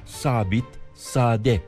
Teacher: Kimi sözcüklerde hem inceltme hem de uzatma birlikte gerektiği için yanlış algılanmaktadır. Sabit, sade derken A'yı uzun söyleriz ama yazılırken A'ların üstünde şapka yoktur.